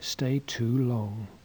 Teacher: Notice that too always has a stress in English, not like Icelandic.